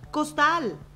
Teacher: Al separarla en sílabas, costal, nos damos cuenta que la sílaba tónica se encuentra en la última sílaba. Y aunque es aguda, su terminación es en L, lo que la hace que la palabra no lleve tilde o acento ortográfico.